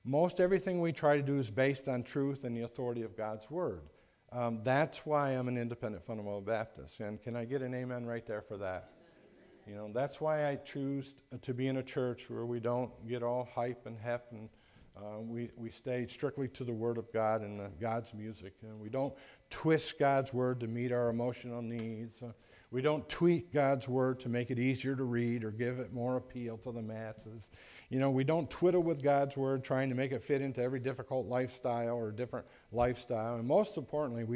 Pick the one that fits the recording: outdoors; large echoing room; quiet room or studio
large echoing room